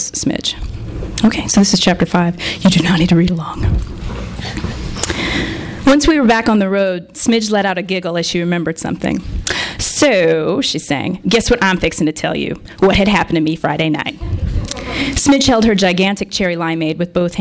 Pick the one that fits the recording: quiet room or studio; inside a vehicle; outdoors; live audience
live audience